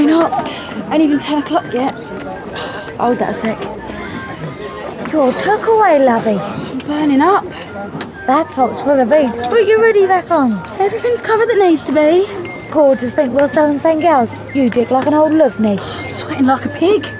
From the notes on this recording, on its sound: recorded on location on a Traveller site